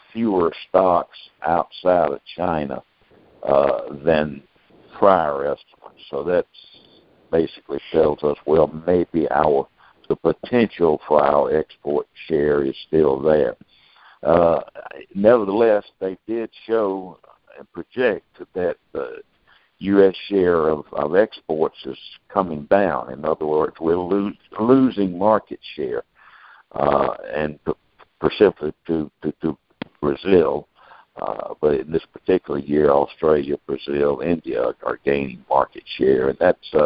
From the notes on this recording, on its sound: Monthly Conference Call